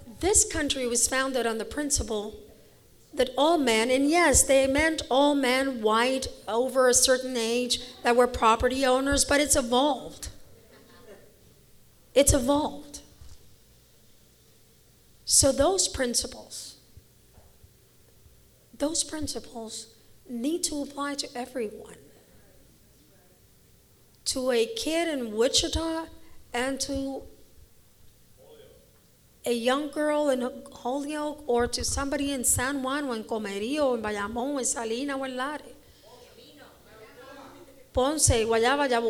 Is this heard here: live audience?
yes